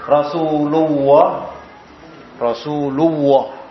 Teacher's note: Permasalahannya adalah kesalahan di dalam membaca lam pada lafzul jalalah, ketika lafzul jalalah ini dibaca dengan lamnya dibaca dengan lam tebal, yaitu apabila didahului dengan fathah atau dhamma